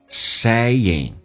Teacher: Saying 后鼻音在口语化当中会发成前鼻音